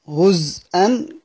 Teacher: عندنا بيقرأها بالإبدال سيدنا حفص، بيقرأ بضم الزاي وإبدال الهمزة واو وصلا ووقفا، هزوا كده، وبيقرأها بسكون الزاي مع الهمز